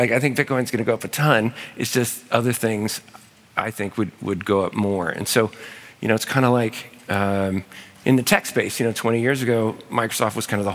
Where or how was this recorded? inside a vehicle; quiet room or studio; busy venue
busy venue